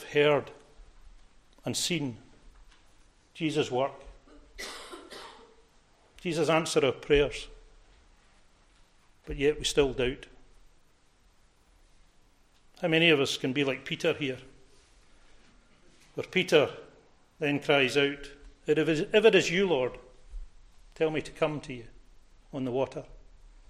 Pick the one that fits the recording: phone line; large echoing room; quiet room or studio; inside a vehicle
large echoing room